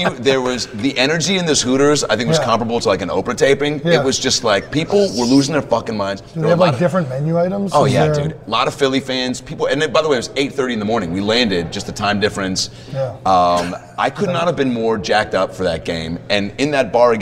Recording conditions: busy venue